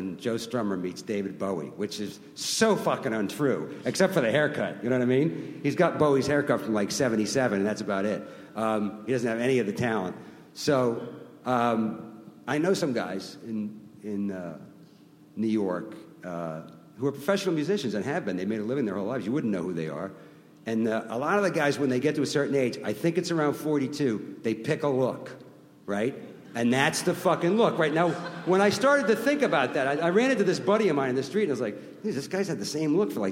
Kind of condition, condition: setting, live audience